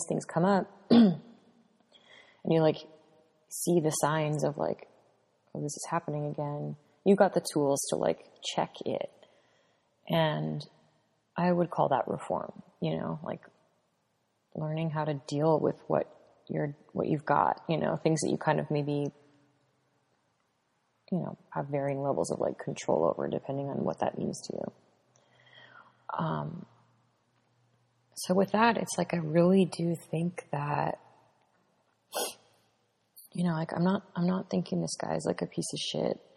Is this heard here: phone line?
no